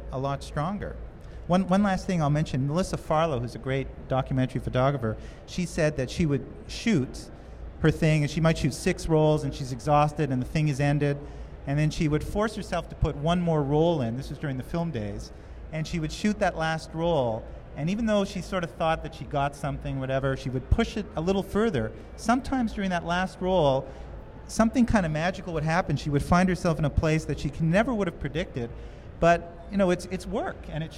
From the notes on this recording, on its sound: Live from Macworld